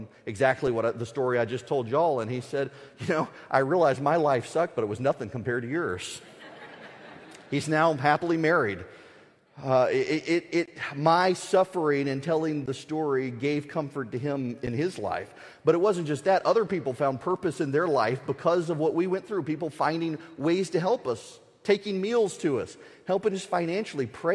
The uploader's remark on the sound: The speech was at the Ethics and Religious Liberty Commission's 2018 annual conference.